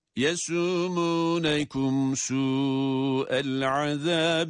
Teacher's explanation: Ancak böyle çok biçimsiz, uygunsuz bir ba harfini çatlatma, patlatma şeklinde değil, tatlı bir okuyuşla ba harfini çıkış yerinden ince ve kulağa hoş gelen bir sesle kalkalesini yaparak sesini o şekilde patlatıyoruz